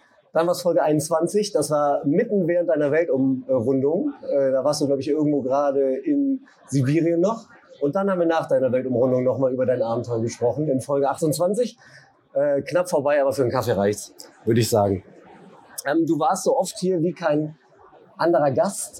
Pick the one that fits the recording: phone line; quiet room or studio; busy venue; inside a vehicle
busy venue